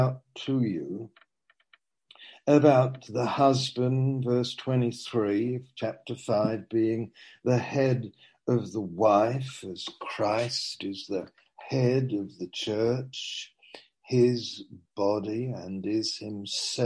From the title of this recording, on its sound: Zoom - Teign Valley Sessions